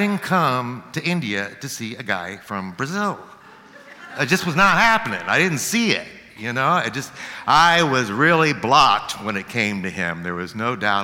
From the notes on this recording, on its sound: Live at The Old Church Concert Hall in Portland, OR Portland Story Theater.